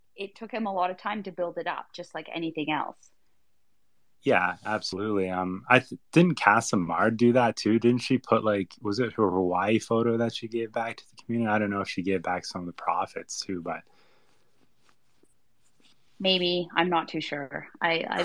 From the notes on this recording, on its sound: This episode is the recording of a Twitter space held on the MetaJungle Twitter on February 18, 2022.